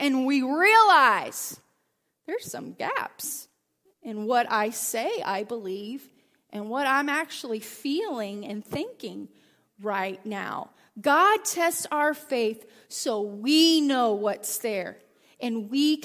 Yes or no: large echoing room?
yes